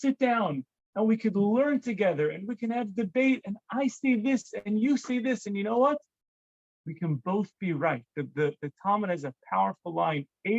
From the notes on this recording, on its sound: This is a recording of a zoom talk.